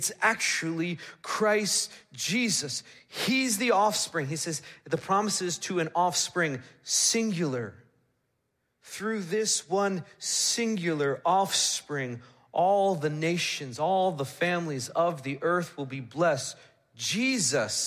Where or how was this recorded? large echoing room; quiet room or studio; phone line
large echoing room